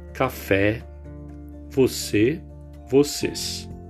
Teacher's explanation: Oxítonos, sílaba tônica na última sílaba. Então, nós contamos a, a sílaba é, de trás para frente.